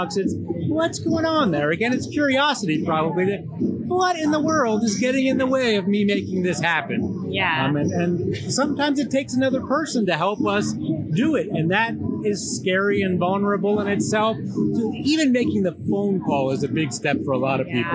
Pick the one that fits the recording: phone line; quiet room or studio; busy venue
busy venue